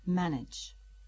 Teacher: la segunda A no suena como la A de cat, sino que se pronuncia como con un sonido parecido a la I